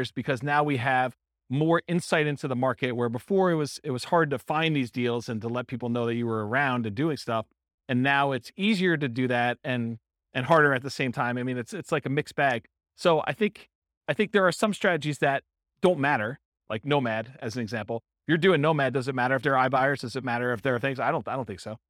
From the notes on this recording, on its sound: Real estate entrepreneurs in College Station, Texas. This was a live class recorded. The live in-person version.